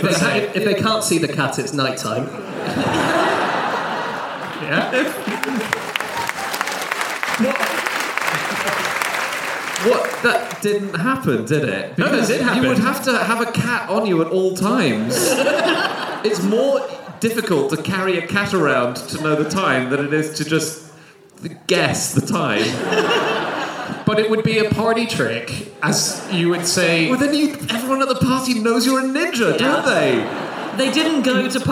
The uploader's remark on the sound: Live from Gothenburg